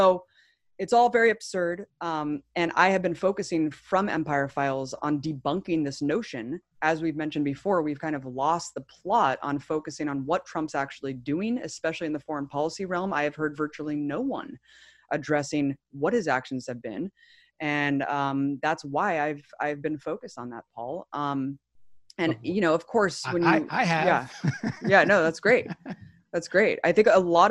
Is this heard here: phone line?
no